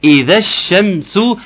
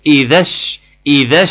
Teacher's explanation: الالف بتاع اذا، والالف وهمز الوصل بتاع اللي هو الشمس، واللام الشمسيه، كل دول اسقطهم الثلاث حروف · Term: ثلاث سواكن